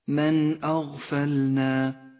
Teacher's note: تظهر النون الساكنة إذا جاء بعدها حرف الهمزة من غير غنة أو تشديد · Term: حكم الإظهار